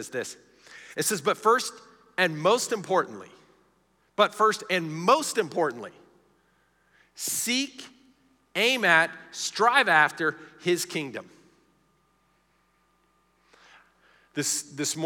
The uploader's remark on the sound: Recorded live during our Wednesday night service